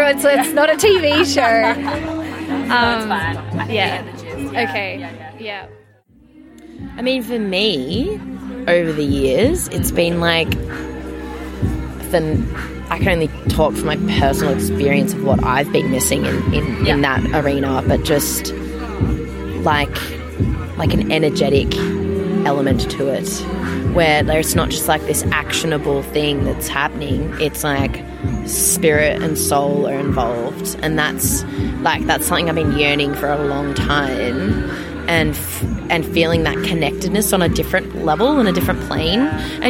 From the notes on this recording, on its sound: the LIVE recordings from The Summer of Love festival